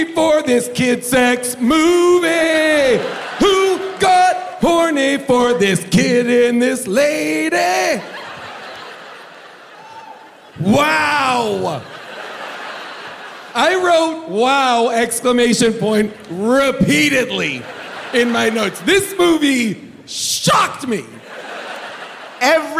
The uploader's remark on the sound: Recorded live from San Francisco.